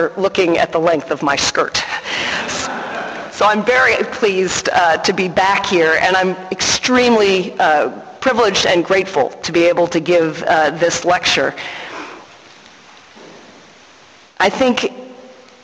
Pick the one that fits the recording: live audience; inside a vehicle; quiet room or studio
live audience